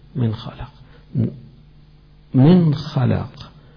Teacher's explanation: النون بعدها خاء الحرف الحلق، هذا يبقى لابد من إظهارها